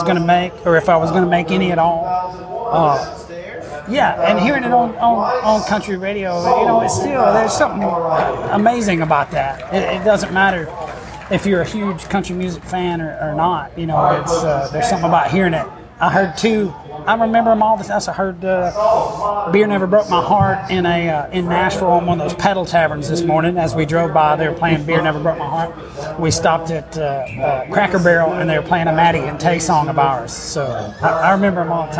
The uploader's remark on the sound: The 18th annual John Jarrard concert at the Brenau University Front Lawn in Gainesville, Georgia. This was completely off the cuff, raw and with a lot of background noise.